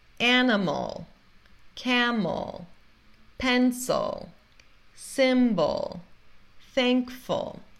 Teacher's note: mesmo terminando com um vogal diferente, todos têm o mesmo som, que é esse som do schwa